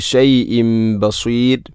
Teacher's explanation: തൻവീനു ശേഷം ബ വന്നാൽ ഇഖ്ലാബ് എന്നതാണ്, തൻവീനിനെ മീമാക്കി മാറ്റുന്നു. ഷൈഇൻ ബസീർ, ബസീർ എന്നത് മദ് ഇഅറിദുൽ സുക്കൂൻ, അതുപോലെ റായിനെ തർഖീഖാണ് ചെയ്യേണ്ടത്.